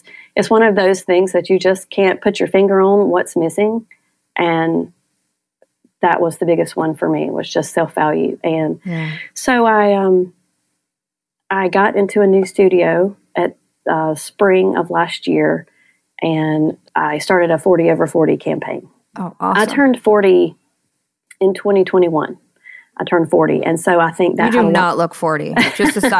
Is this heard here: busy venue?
no